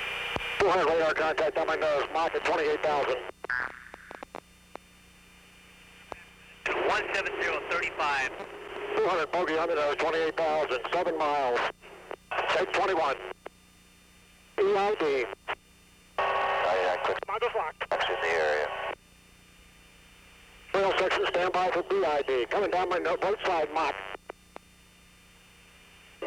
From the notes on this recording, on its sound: Live the experience as you hear the actual in-flight audio.